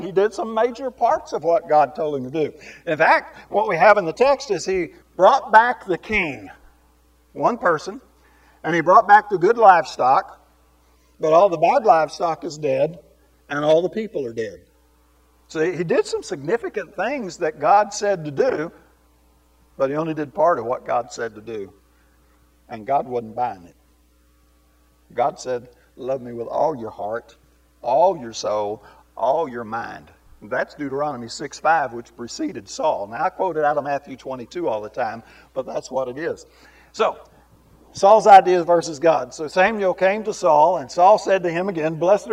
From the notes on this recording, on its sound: This Sunday sermon was recorded live.